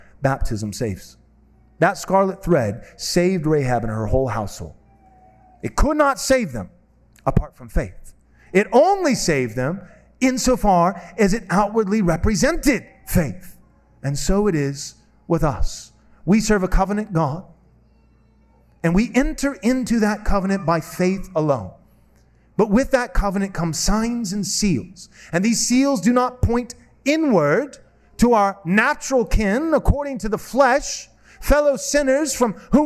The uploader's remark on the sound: This sermon was preached at Covenant Bible Church